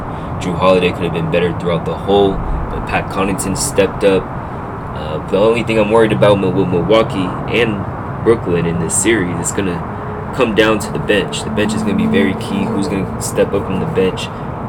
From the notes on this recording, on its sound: sorry about the background noise